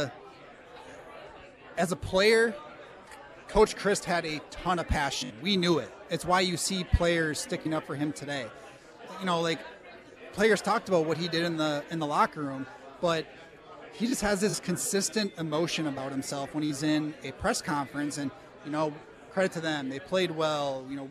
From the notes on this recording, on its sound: Live at Monk's Bar and Grill.